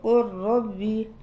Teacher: الراء حرف ثقيل مكرر منحرف فيه استعلاء وفيه تفخيم فهو أقوى من حرف اللام، وبالتالي جذب حرف اللام وحدث فيه الإدغام، لأن الضعيف يضغم في في القوي وليس القوي يضغم في الضعيف.